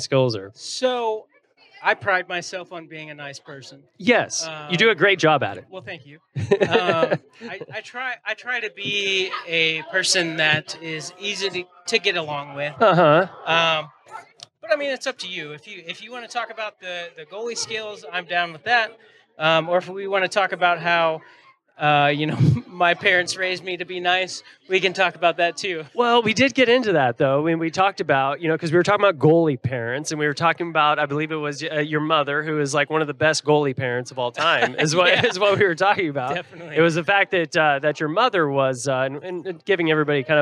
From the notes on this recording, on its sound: We're back to finish the live event with the Dallas Stars and Fort Worth Barracudas